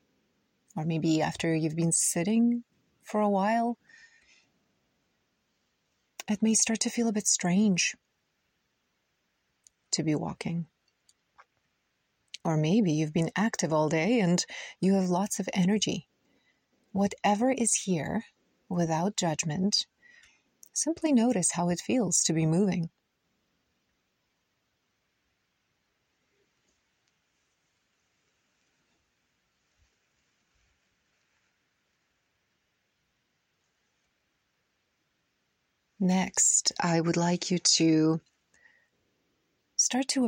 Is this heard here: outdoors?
yes